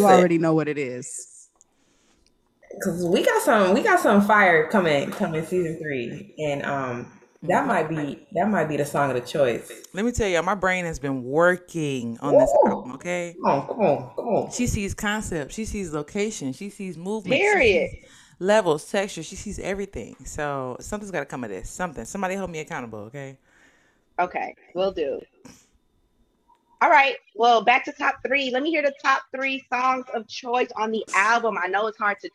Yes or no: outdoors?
no